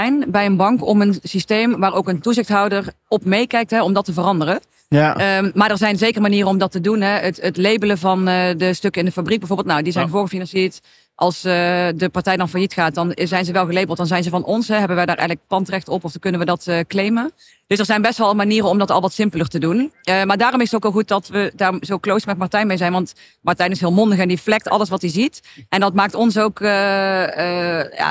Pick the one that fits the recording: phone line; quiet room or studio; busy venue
busy venue